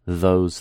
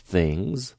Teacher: th in those is voiced, while th in things is voiceless